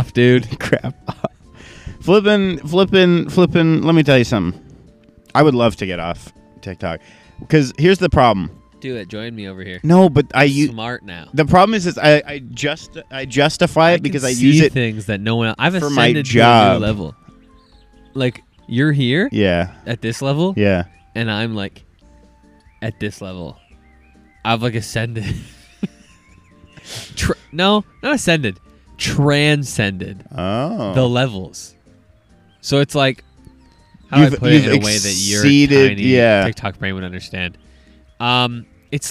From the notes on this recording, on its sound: outside enjoying nature in the early hours of the morn!